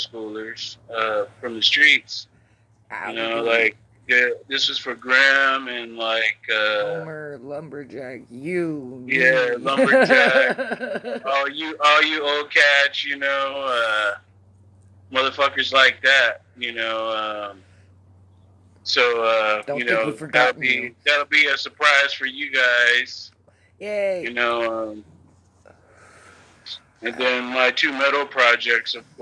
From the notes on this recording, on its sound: a phone chat